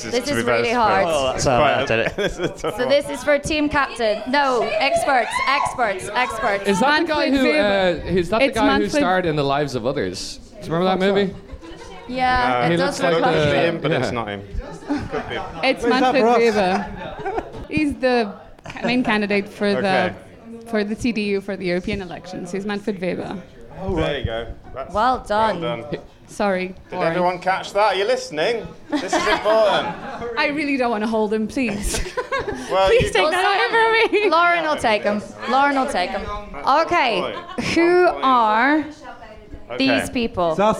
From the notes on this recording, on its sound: Live at the Comedy Cafe Berlin. Our first ever live show.